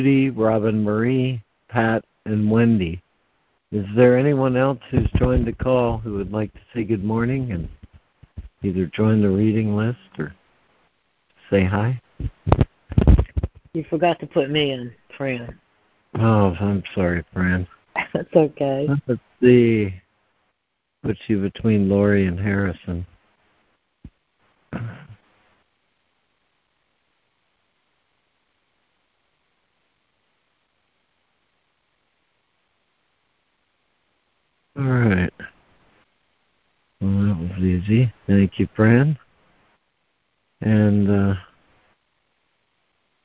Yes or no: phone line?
yes